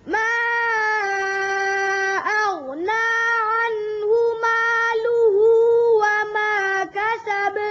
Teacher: ظاہر کر کے پڑھیں، اچھی طرح لام کی پیش ظاہر کریں